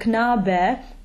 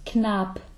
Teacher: So it's a very sharp B, but without any voice to it. · Shown in: second take · Mm-hmm. So it's a Mischung.